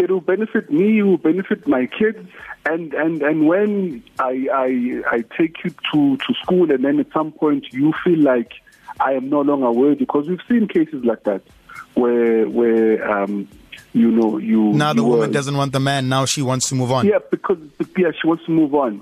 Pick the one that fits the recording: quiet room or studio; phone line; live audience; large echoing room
phone line